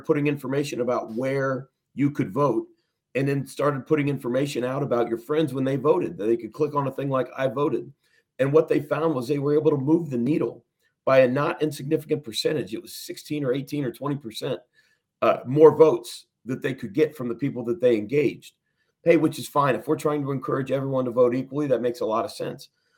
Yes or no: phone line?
no